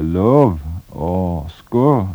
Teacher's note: en slags mellomlyd mellom Ø og Å. Det typisk for Vesttelemark.